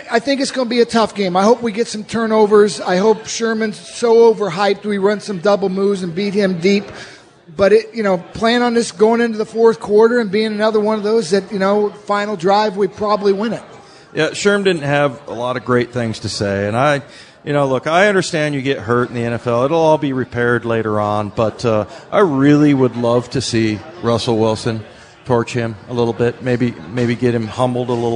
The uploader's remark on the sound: live at Pearl Bar and Dining